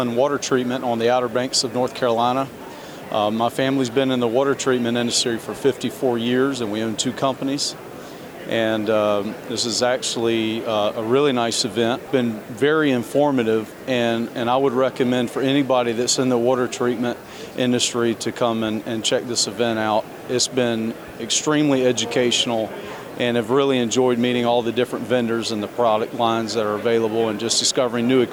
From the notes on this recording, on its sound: In this episode, we feature a series of interviews from the Convention floor at the 2023 WQA Convention & Exposition in Las Vegas. We call it Convention Voices, because we hear from a variety of attendees.